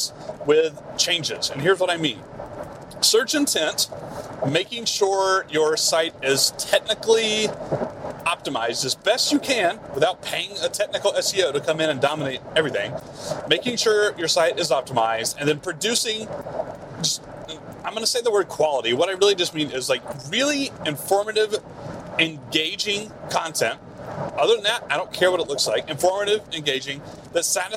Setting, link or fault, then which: setting, inside a vehicle